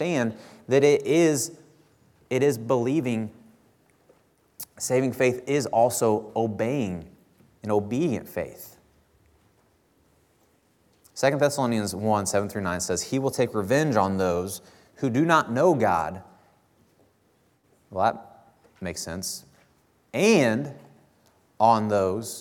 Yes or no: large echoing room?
yes